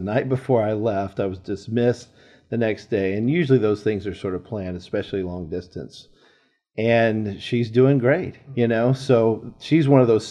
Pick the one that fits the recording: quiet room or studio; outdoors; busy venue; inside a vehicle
busy venue